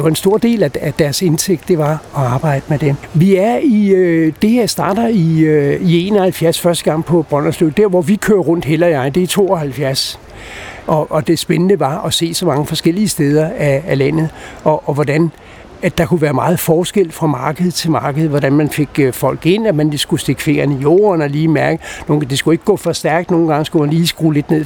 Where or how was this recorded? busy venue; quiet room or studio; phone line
busy venue